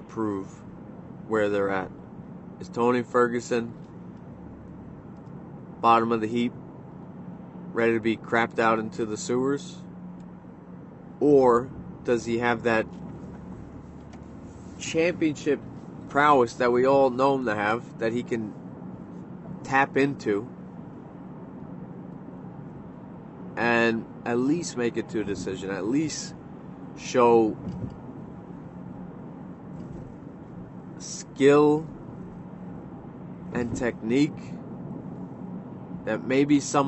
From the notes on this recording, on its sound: from the car